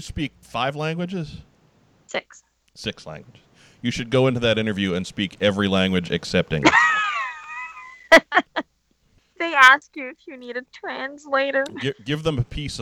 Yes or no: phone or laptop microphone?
no